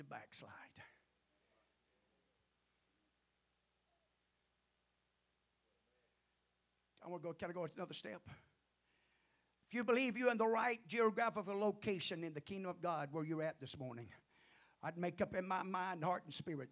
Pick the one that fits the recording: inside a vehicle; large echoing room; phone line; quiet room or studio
large echoing room